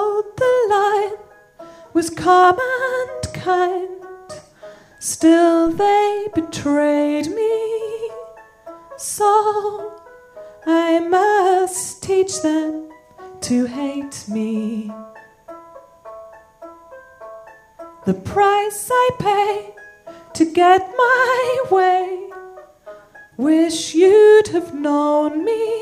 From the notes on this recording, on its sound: This week's episode is the first act of our Tragic Winter live show which took place at the Hackney Attic in February.